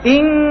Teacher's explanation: ألا لما أقول إن كن كلاهما إخفاء، لكن صوت الإخفاء مختلف. النون عند الكاف إخفاؤها ضعيف. معنى ضعيف، معنى ضعيف أنك تكاد أن تسمع صوت النون.